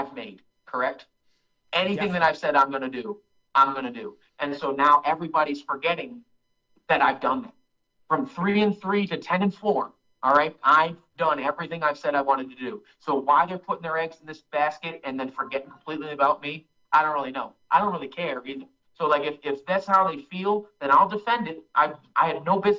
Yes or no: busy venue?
no